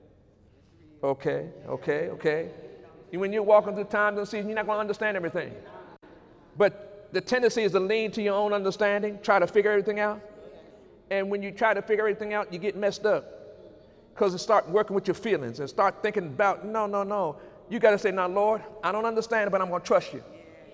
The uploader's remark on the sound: During Sunday morning service on April 14, 2019